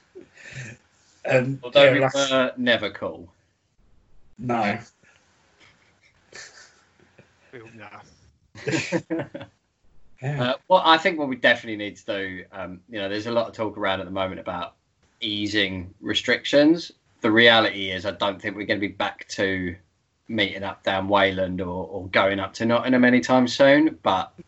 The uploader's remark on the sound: Welcome to the first Skype Episode.